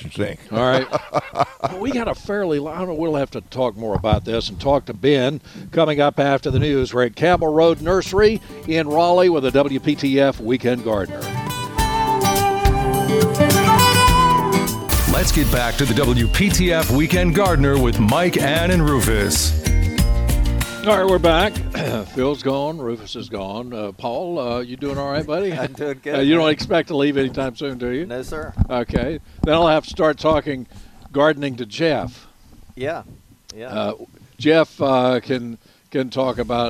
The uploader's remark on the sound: broadcasting live from Campbell Road Nursery